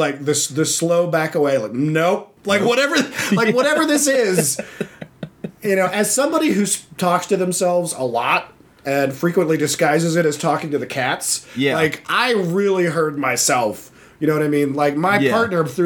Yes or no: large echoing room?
no